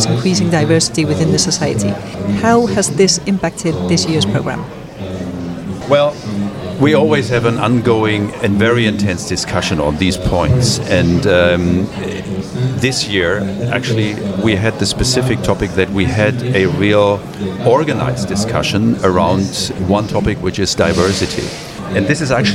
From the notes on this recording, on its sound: For the first time, the ESVS Annual Meeting, held in Belfast this September 2023, included a Podcast Corner, where we recorded some podcasts live with invited speakers onsite.